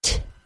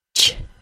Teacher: For both the T sound and the CH sound, the front of my tongue stops all the air